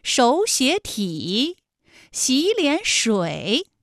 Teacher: 是不是前两个字都是二声，第三个字是三声呢 · 馆。这种情况下的音变情况啊，应该是第一个音节第二个音节都变成三五，就是二声，哎，也就成了本来是三个三声吧，214加214加214，那演变成了前两个音节是二声，也就是三五，三五加三五，最后一个字是214